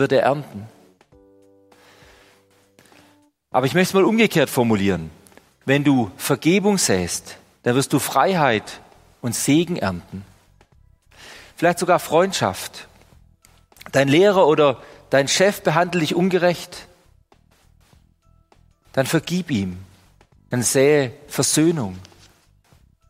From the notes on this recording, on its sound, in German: Die Predigt aus dem Gottesdienst